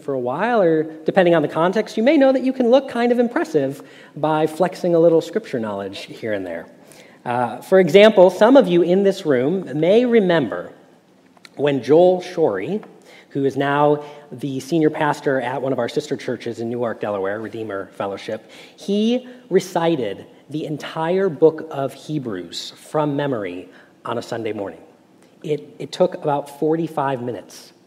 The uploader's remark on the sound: Message Preached at Valley Creek Church